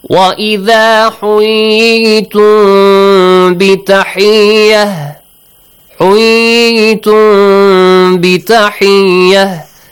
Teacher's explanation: you pronounce the meme hiddenly with a nasal sound and with an extension